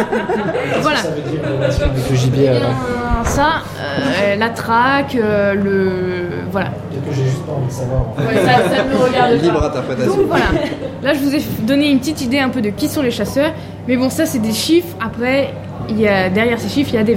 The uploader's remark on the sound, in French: nous sommes allés lever le coude à Rennes